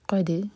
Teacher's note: دال پر قلقلہ، قاف ہیوی